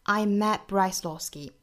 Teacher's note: 尾音的 t 我们把它省掉